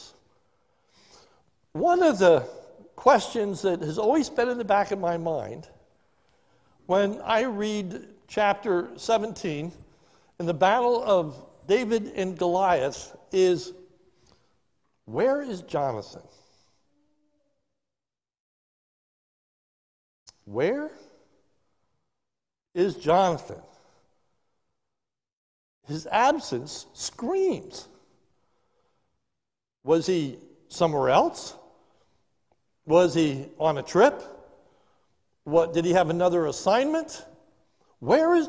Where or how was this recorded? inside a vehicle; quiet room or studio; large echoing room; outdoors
large echoing room